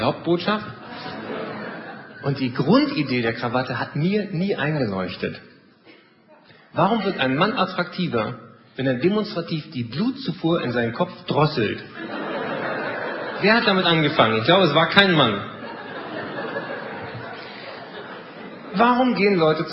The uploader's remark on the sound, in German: Live-Mitschnitt aus dem Neuen Theater Höchst, Frankfurt/Main.